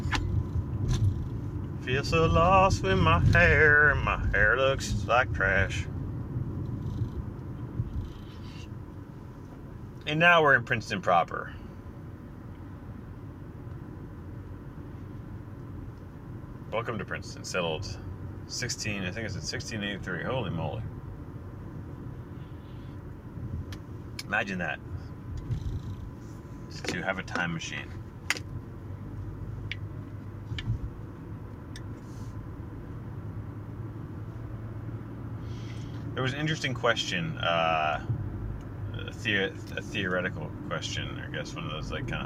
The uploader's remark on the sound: The posting of the THREE morning pods i recorded in my car, that is.